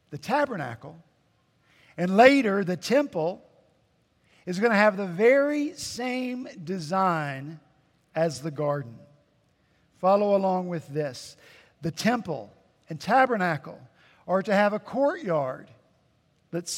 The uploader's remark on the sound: At Redeemer Presbyterian Church in Charleston, SC, our senior pastor preached in his sermon series.